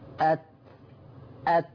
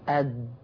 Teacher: الهواء. التاء تقبل مرور الهواء، ده بنسميه همس، والدال يحتبس عندها الهواء، وهذا المسمى بالجهر.